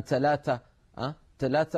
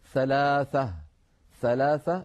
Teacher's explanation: بعض البيئات العربية المعاصرة العامية تحرف هذا الحرف إلى التاء أو قريبا منه · Shown in: first take